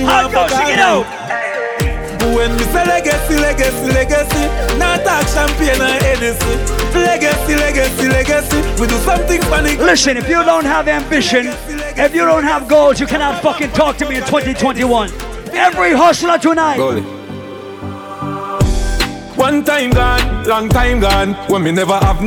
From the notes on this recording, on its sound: Live audio recording of my full set at the Reggae Revolution 23rd Anniversary at the Casba in Indianapolis, IN on Sunday, June 6.